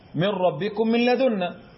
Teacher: خلينا الأول نقول الغنة، غنة التنوين، النون والتنوين في اللام والراء. الشاطبية والمصباح إدغام كامل بدون غنة